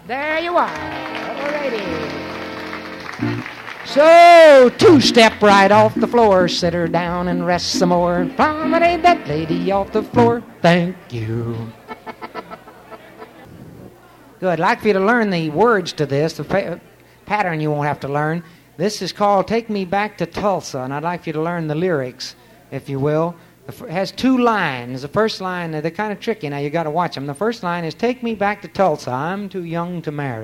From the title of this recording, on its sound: Vintage MWSD Live Dance Recording